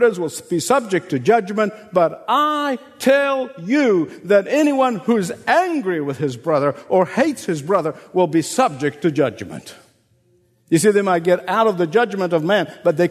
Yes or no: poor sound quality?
no